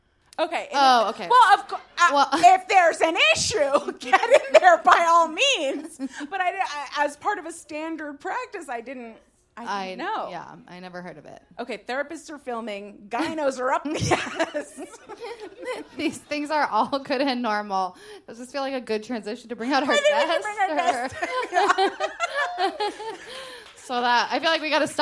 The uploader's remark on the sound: Please enjoy this re-release of our LIVE SHOW. Record How Were U Brainwashed LIVE at the Green Room 42.